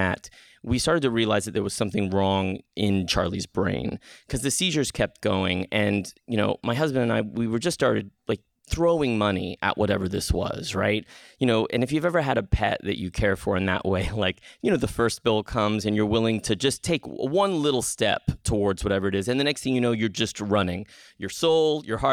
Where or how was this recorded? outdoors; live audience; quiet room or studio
quiet room or studio